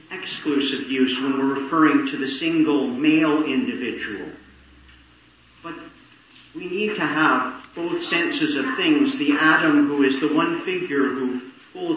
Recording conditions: poor sound quality